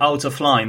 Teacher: have you noticed the elision of t sound at the end of the word out?